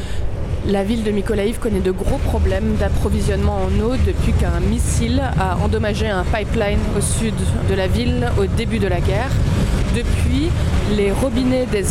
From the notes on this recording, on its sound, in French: Ils nous ont envoyé des notes audio, parfois au calme depuis leur chambre d’hôtel, parfois au cœur de l’agitation de la ville, en plein reportage.